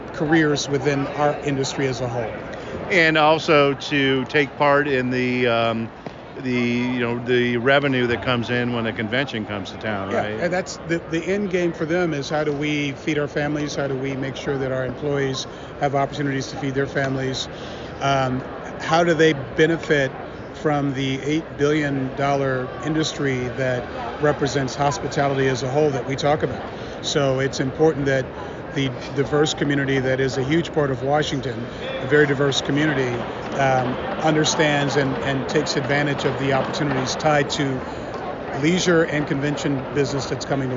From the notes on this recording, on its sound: Live From PCMA CL. On the bustling floor of The District exhibitor area at PCMA Convening Leaders 2024.